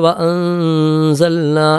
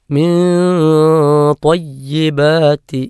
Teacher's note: കുലൂ മിൻ ത്വയ്യിബാത്തി മാ റസഖ്നാകും, മിൻ ത്വയ്യിബാത്തി ഇഖ്ഫാ ബിഗുന്നയാണ്. സാക്കിനായ നൂനിന് ശേഷം ഇഖ്ഫാ ബിഗുന്നയുടെ അക്ഷരമായ ത്വ വന്നു. അപ്പം മണിച്ച് അവ്യക്തമാക്കി ഉച്ചരിക്കണം.